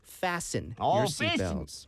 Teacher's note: 여기서 T 발음은 안 들어갑니다, 여러분 · Term: 묵음